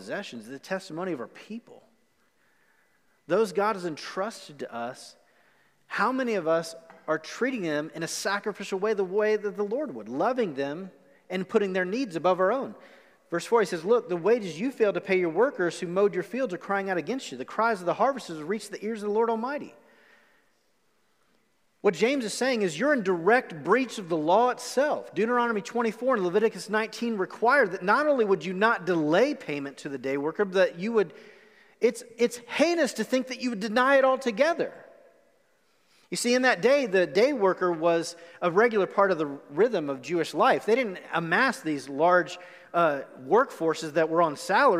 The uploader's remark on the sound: Recorded live on October 11, 2020 at The Fellowship in Nashville.